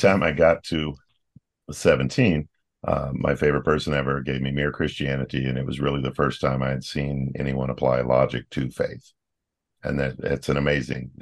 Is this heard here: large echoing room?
no